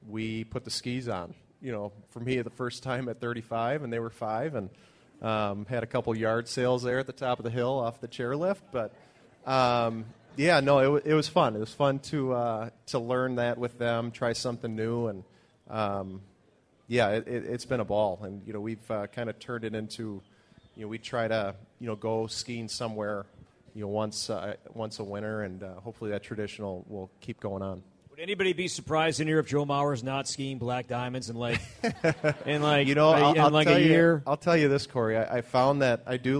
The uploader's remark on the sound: TwinsFest LIVE at Target Field